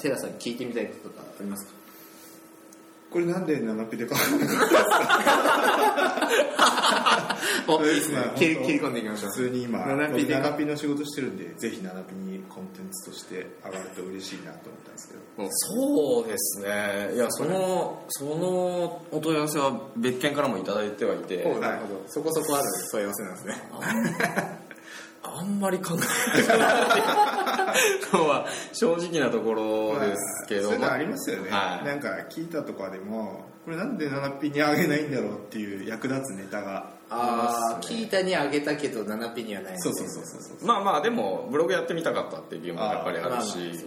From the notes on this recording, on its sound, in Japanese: 今回は初のランチ収録